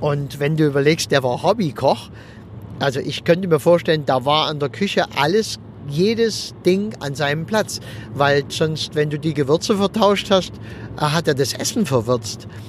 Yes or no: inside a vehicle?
yes